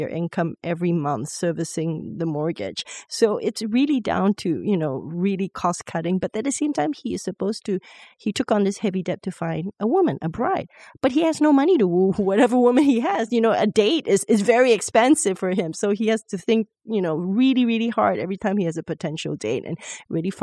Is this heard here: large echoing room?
no